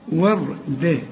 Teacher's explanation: والراء ما دام ساكنه وقبلها مفتوح فبنفخمها وردة، والدال تقول سي وردة ده وردة ده، زي ما تقول الراجل ده ده، شوف وردة وردة كالدهان.